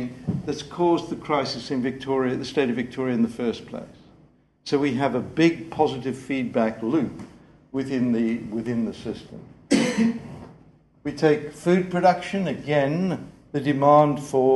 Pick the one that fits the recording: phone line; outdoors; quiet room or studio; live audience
live audience